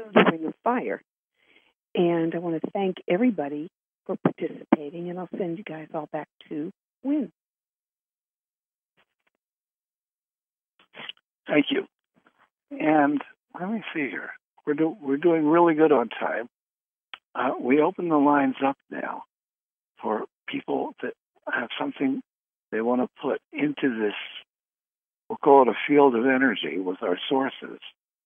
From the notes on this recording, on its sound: Conference Call LIVE